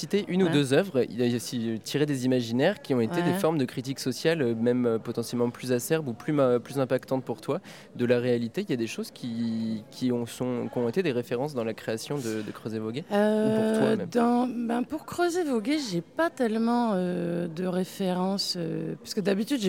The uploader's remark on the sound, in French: Une discussion enregistrée lors de la 11ème édition de Formula Bula, centre névralgique de la BD alternative le temps d'un week-end.